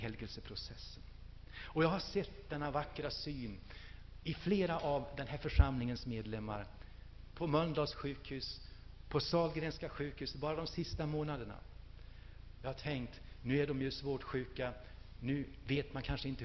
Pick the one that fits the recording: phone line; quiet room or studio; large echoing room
large echoing room